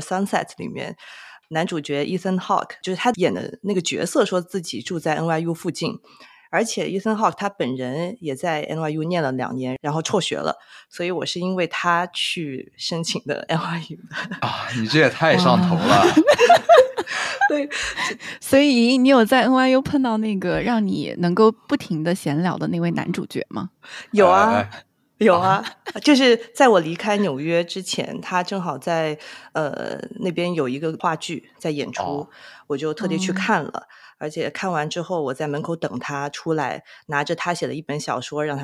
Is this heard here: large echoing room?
no